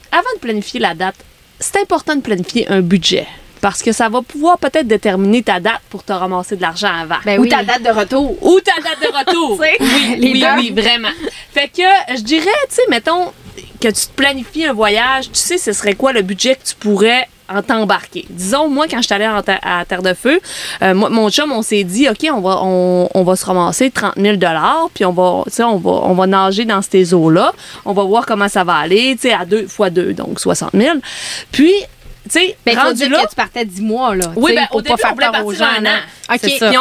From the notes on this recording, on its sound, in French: Encore une fois enregistré sur un PONTON ! Merci à Sports DRC Alma pour votre accueil!